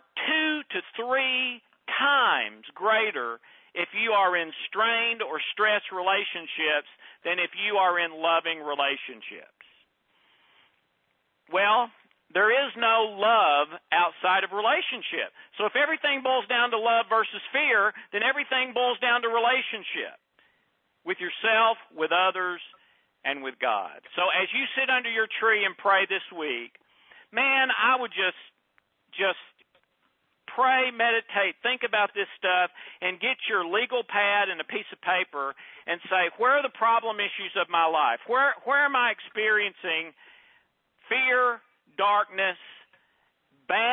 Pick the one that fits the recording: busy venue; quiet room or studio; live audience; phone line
phone line